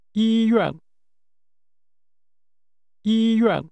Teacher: This word is pronounced with high level and falling tones